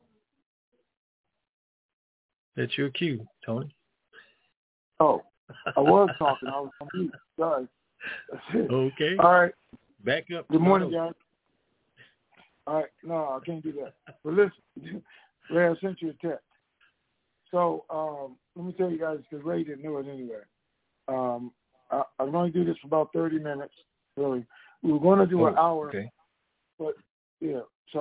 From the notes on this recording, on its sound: TNTSuperfantastic Conference Call